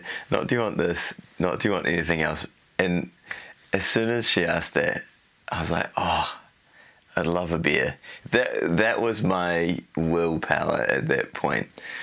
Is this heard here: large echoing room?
no